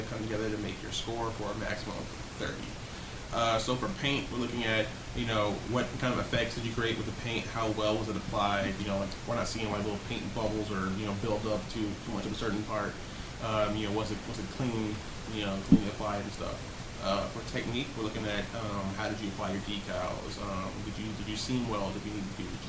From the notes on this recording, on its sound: Sorry for the audio, we wanted to get this out as soon as possible.